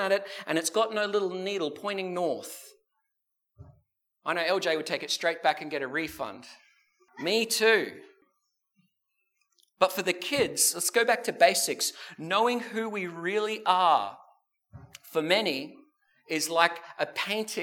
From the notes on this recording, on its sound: This sermon was preached at the South Grafton and Maclean services.